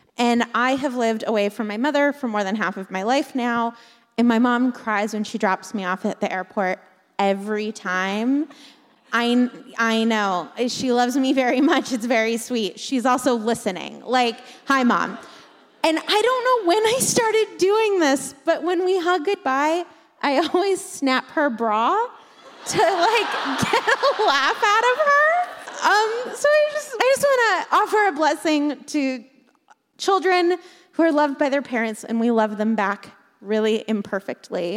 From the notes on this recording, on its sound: Live from Washington, D.C. This week we come to you live from our show in Washington, D.C.